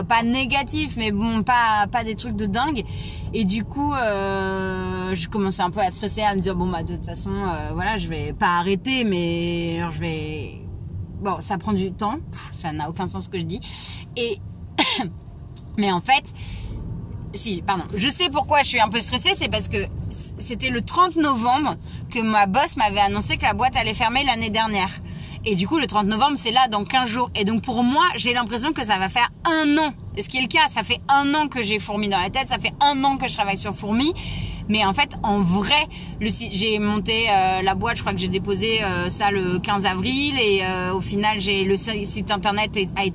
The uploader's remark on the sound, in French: Episode en direct de ma voiture, pour vous partager la joie d'une grande nouvelle. Le tout avec des bruits de clignotants et le stress du périph !